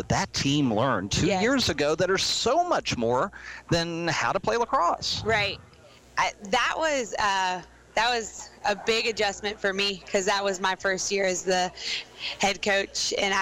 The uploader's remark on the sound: Live from SportsPage Grille Ashland